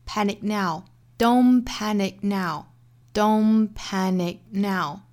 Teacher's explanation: Panic 后面的 k 的发音我们也是做一个不完全爆破，相当于是逼一下这个 k 的发音，直白口型但是不 k 出来